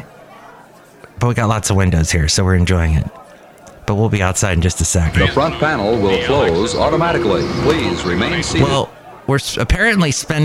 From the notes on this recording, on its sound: Podcasts live from Café Anyway.